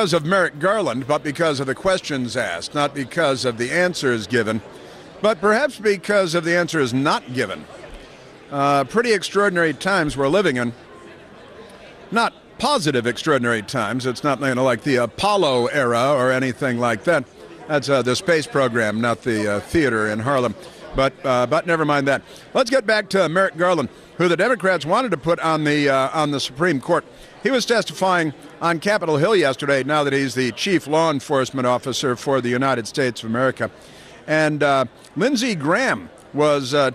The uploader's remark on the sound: broadcasting live from CPAC